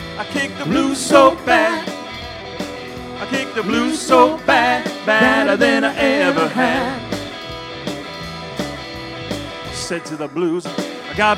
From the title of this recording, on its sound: Live Concert